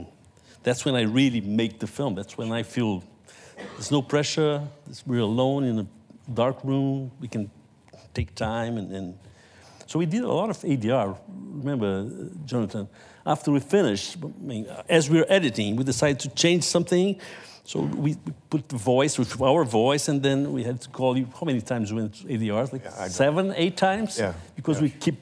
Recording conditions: live audience